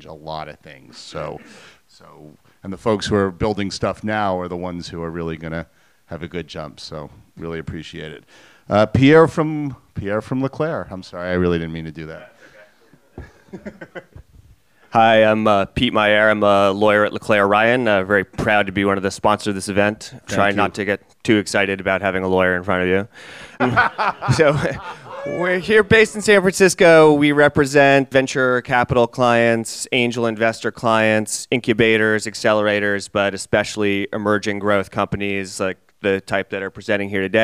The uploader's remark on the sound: Elevator Pitch at SF MusicTech Summit XIII. All attendees were welcome to get up to the microphone and give a 1 minute pitch.